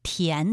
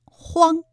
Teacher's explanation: 这当中哪个字是前鼻音呢？答案是田字，它有韵母安 · Shown in: first take